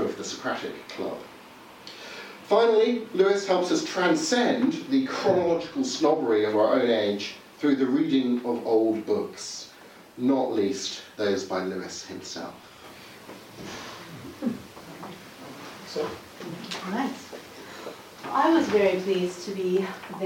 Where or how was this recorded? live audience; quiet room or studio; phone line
live audience